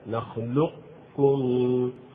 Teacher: ألم نخلقكم، نعم، ألم نخلقكم كاف كاملة خالص، هذا في حالة الإدغام الناقص، أي لا ما نظهر القلقلة من غير إظهار القلقلة، لأنك لو أظهرت القلقلة لنطقت بالقاف، أنت لا تنطق في النهاية بالقاف، أنت تنطق في النهاية بالكاف، تبدأ كأنك تنطق بالقاف ولكنك تنطق في النهاية بالكاف، هذا في الناقص. · Term: إدغام ناقص